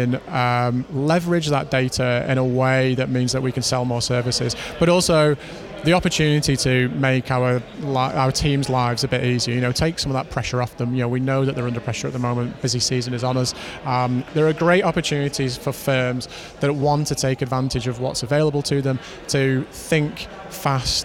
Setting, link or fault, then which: setting, busy venue